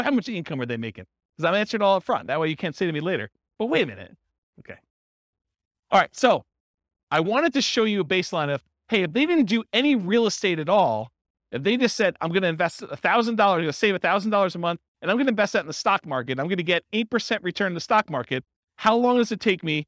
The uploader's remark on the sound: This was a live class recorded